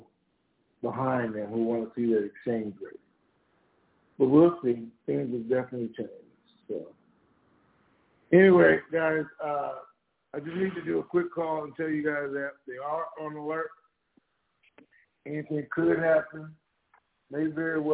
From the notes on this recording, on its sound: TNTSuperfantastic Conference Call